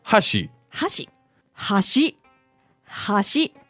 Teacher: So again, the intonation is going down like you're finishing a sentence.